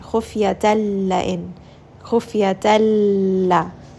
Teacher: I'm going straight to that lam. I'm not bringing this up into my nose at all. · Term: idgham without ghunna